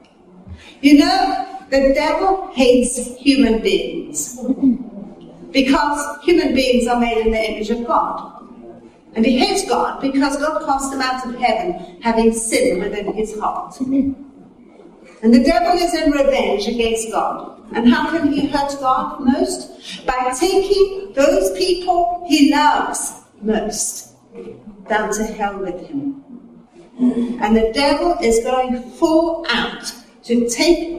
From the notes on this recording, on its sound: Recorded at a teaching meeting